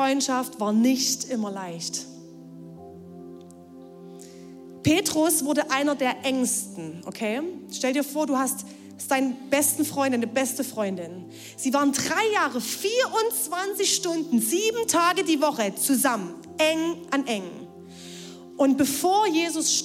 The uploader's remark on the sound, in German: Audiomitschnitt der Predigt.